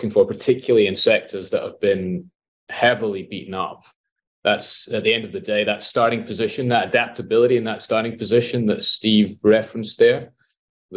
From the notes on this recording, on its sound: Watch or listen to the webinar recording for we asked a panel of three Small Cap Managers' opinions.